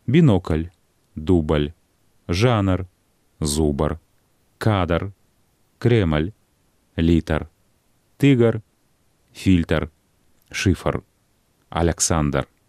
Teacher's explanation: паміж зычным ці зычнымі з аднаго боку і гукамі р або л з другога павінна гучаць галосная ўстаўка, кароткі а